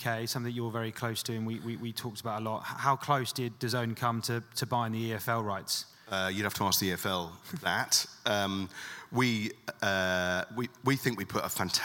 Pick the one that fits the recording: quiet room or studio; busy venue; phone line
busy venue